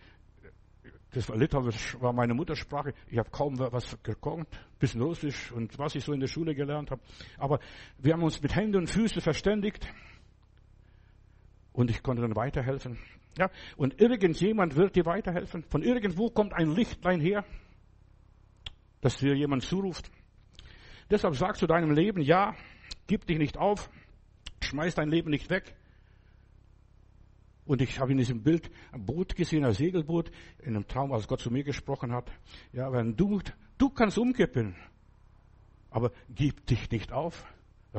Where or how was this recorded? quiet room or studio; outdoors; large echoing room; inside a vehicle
large echoing room